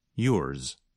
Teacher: If you listen carefully, you can hear a bit of the sound of the letter S at the end of a word like yours. So the sound of Z is not as strong or as long as in a word like zero. Instead, it's more like a Z with a little S at the end.